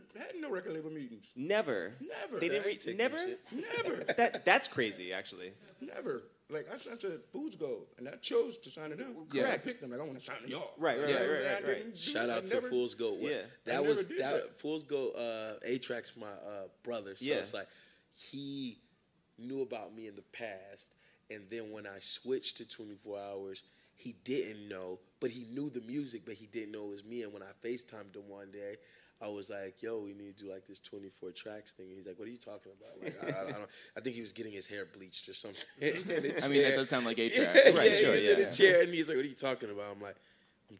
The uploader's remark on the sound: Live at SXSW. We took the show down to Austin, Texas. In front of a live audience from the official SXSW podcast stage!